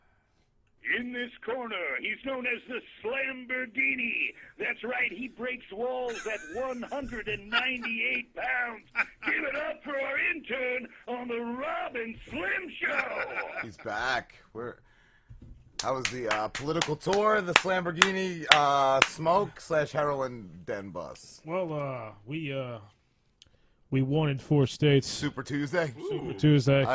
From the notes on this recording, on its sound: called in as well to elaborate